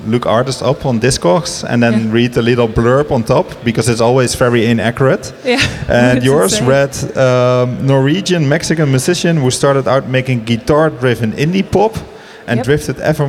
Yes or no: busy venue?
yes